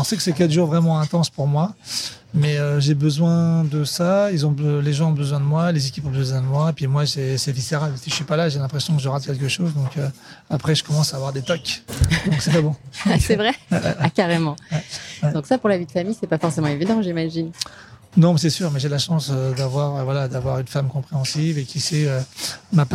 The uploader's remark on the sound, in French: Enregistré dans son restaurant marseillais juste avant le service du soir.